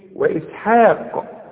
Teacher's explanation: إذا وقفت على كلمة إسحاق، قلقل القاف